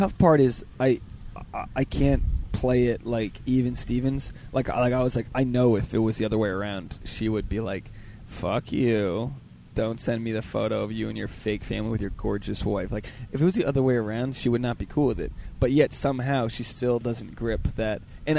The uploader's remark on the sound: was recorded in the heart of New York City, Central Park!